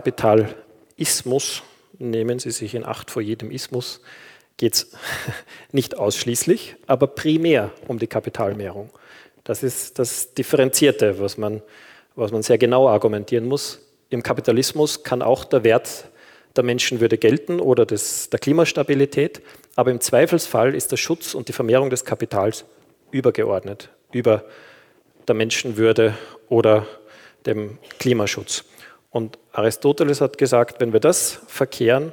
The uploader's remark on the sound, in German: Ihr hört einen Vortrag. Der im Rahmen einer universitären Veranstaltungsreihe in der Theologischen Fakultät Innsbruck stattgefunden hat.